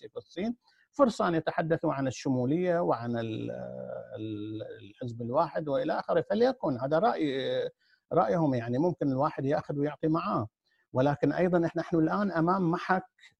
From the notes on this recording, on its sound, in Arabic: قناة أهل الكهف على برنامج Zoom. قناة أهل الكهف على برنامج Zoom.